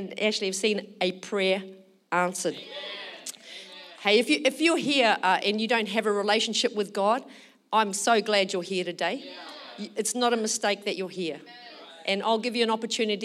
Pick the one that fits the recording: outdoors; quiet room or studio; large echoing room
large echoing room